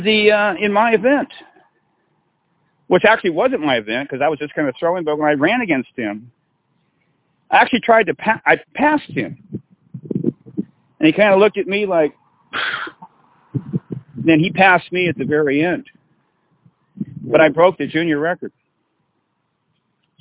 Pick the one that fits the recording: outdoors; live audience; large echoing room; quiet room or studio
outdoors